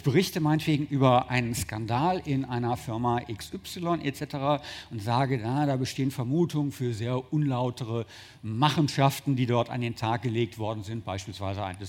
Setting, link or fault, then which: setting, busy venue